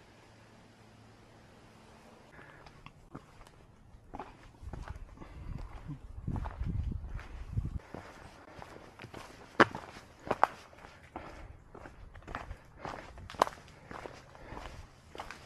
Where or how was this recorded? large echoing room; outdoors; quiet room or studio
outdoors